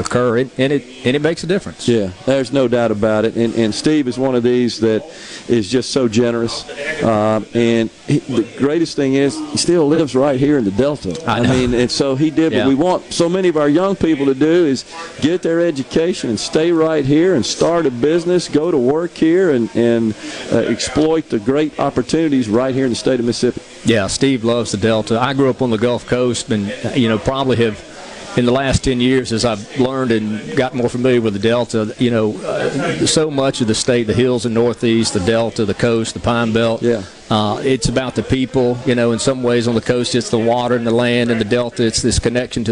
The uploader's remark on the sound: LIVE from Greenville Country Club for The Delta Soul Celebrity Golf & Charity Event